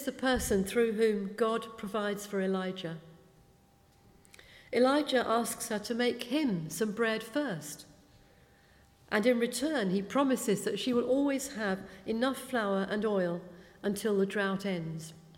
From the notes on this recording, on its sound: speaking at the 9:30 service